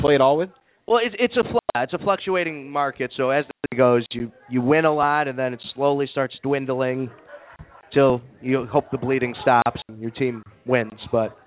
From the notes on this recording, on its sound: We are back for our 100th episode live from Trader Todd's in Lakeview! Live at Trader Todd's.